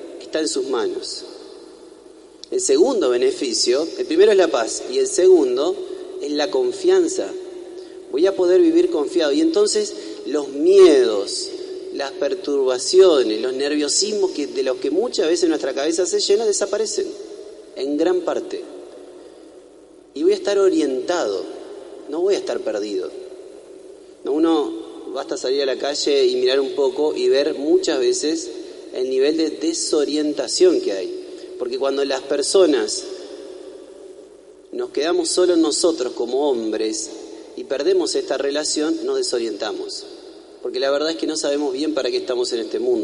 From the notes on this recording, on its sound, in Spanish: En vivo la celebración de la Novena que se realiza en honor a Nuestra Señora del Rosario, Fundadora y Patrona de Paraná y de toda la Arquidiócesis. El novenario se reza en la Iglesia Catedral. Será trasmitida en vivo por Radio Corazón.